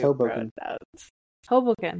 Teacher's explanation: I put the emphasis on Hoboken. The bow instead of the ho.